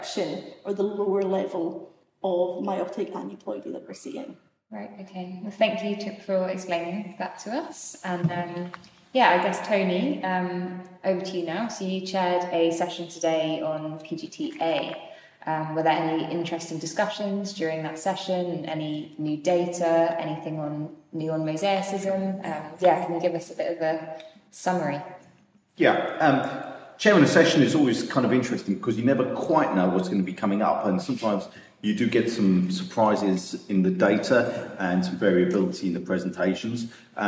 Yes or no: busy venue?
yes